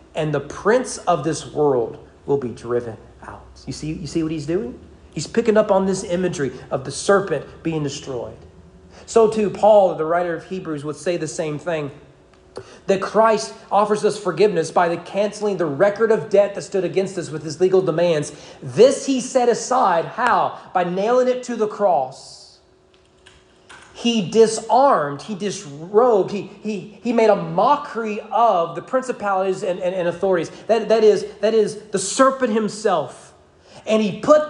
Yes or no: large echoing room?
yes